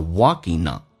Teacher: Walking 跟 on 有一个连音,ing 结尾 g 去掉用 n 进行连音